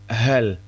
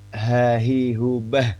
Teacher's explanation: Tapi memang salah satu sifatnya huruf ha ya itu mendesis itu. Secara pengucapan itu memang seperti hamzah a gitu ya, tenggorokan dalam